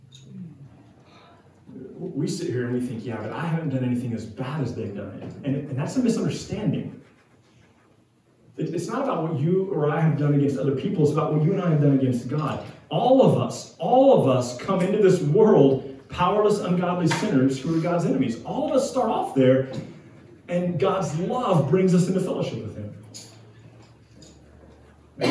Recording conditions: poor sound quality